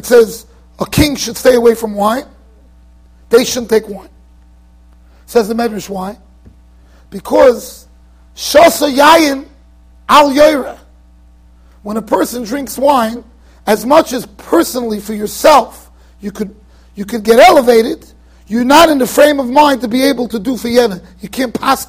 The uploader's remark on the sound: Shiur recorded in Yeshivas Ohr Reuven, Monsey NY.